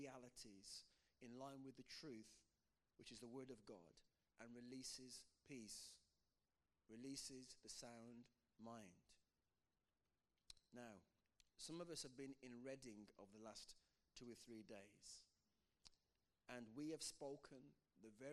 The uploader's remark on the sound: Passion of the Caves (quiet audio). Note - audio levels are quiet.